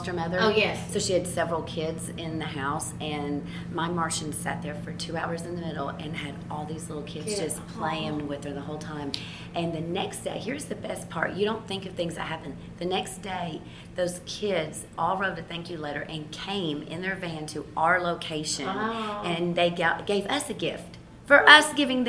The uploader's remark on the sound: We are live from Service Nation's International Roundtable in Nashville, TN.